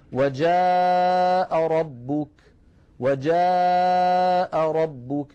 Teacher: وجاء ربك بقدر قا مرتين، قا هذه حركتين بمقدارها مرتين · Term: المد المتصل